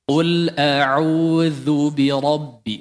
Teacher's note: Dzu huruf dzal bukan dza. Dibaca tipis bukan dzu.